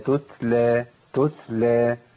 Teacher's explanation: يجي يهمس يهمس فين؟ في مخرج الكاف جوه · Term: الهمس